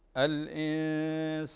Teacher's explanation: غنة الإخفاء بمقدار حركتين